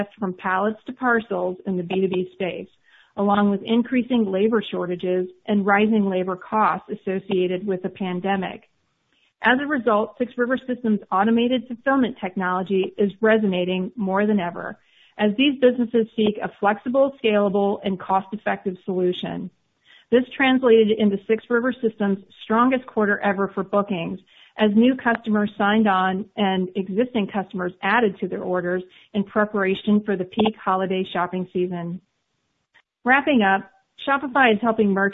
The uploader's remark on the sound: (NYSE:SHOP) Q3 2020 Earnings Conference Call